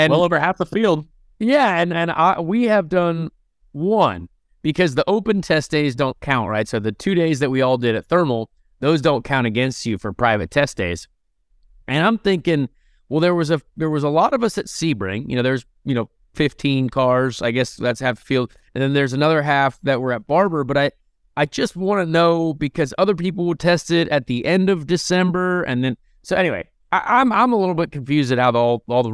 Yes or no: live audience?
no